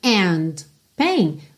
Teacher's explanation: and pain, você praticamente não ouve mesmo o D, já posso juntar direto